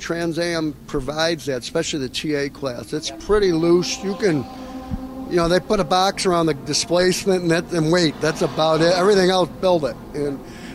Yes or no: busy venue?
yes